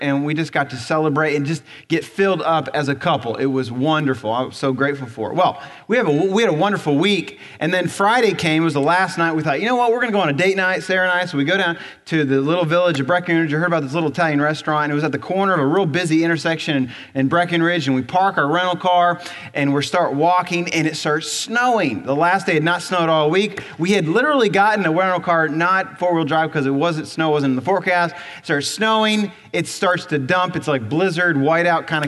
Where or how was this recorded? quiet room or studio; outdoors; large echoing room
large echoing room